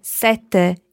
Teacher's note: So when you say thirst, you can have a very long E, sete, while when you say number seven, sete, you need to be very short on your E to allow a very long T sound · Term: double consonants